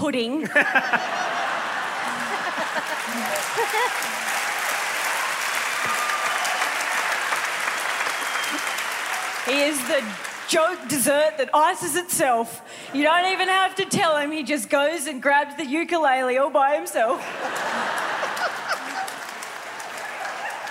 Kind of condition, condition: setting, live audience